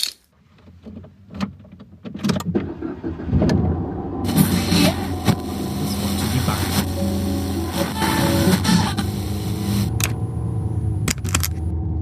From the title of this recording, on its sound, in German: Dein hörbarer Roadtrip zum MACHN Festival for Tech, Business & Art